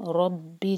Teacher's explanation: رَبِّ دو سلیبل والا ورڈ، را پر زور